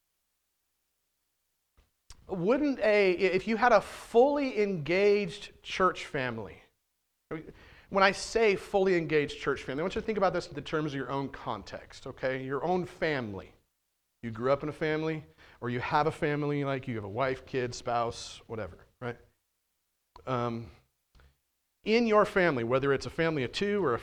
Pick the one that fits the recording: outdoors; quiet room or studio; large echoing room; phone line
large echoing room